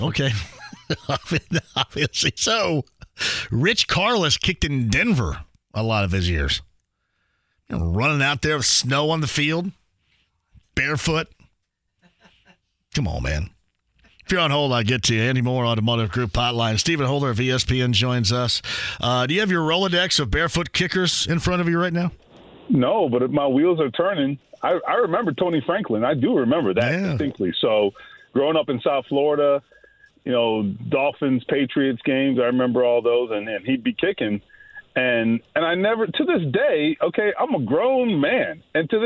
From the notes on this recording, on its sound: Opens the phone lines up and takes some calls from Colts and Pacer fans! Responding to comments from listeners online!